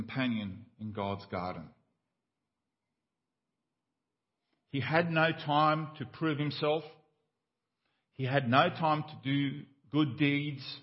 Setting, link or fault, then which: setting, large echoing room